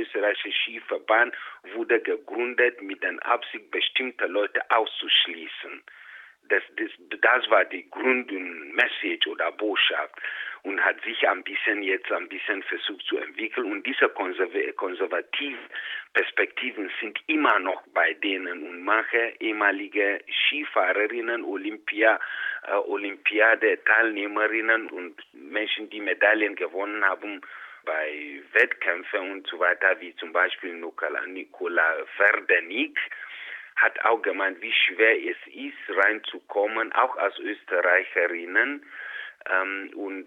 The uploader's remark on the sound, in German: Telefoninterview